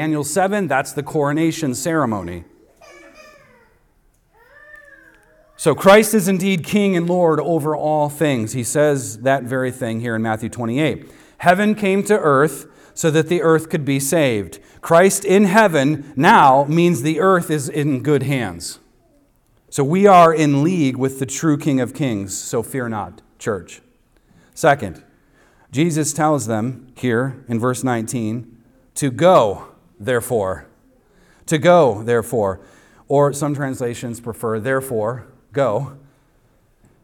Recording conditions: large echoing room